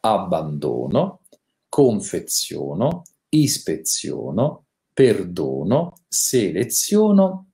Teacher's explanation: Nelle forme verbali che terminano in ono, anche in questo caso abbiamo la O chiusa